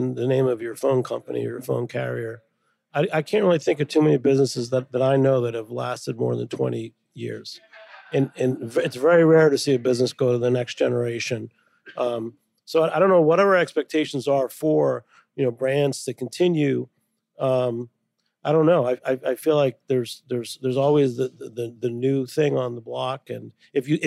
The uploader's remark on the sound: The legendary Beer Bar, Deep Ellum in Waltham, MA, has been reborn! Just outside of Boston. At Deep Ellum beer bar.